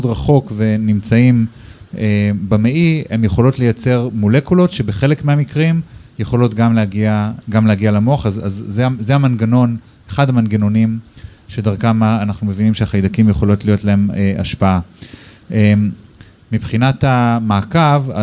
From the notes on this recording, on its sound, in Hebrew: פרק בונוס לייב. הפרק הוקלט מול קהל חי בבר בתל אביב.